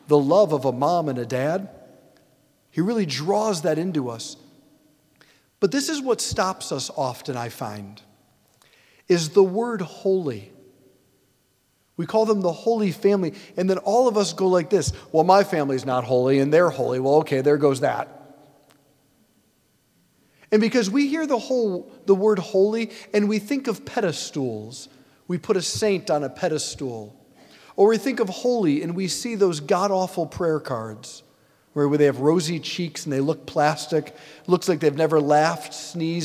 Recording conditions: large echoing room